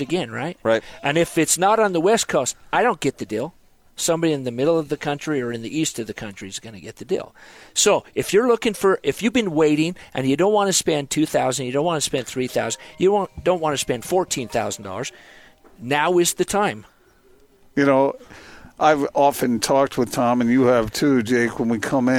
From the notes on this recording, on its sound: LIVE at The Warehouse